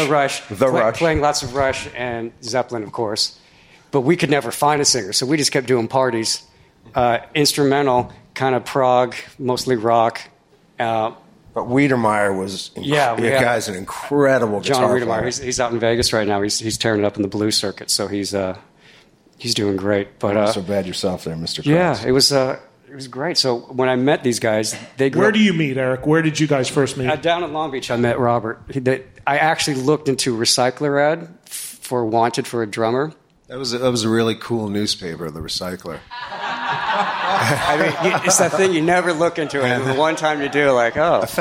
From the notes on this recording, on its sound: Recorded in front of a live studio audience